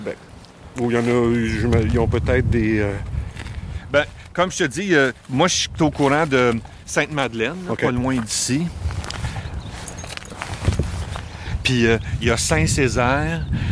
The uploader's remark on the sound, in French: Pour mon premier épisode en captation extérieure. Belle promenade avec la belle Chagal qui n'a pas encore un an !